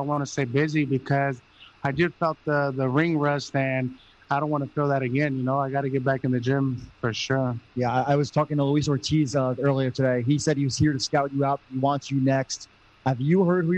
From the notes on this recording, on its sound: Post Fight Press Conference. In Carson, California.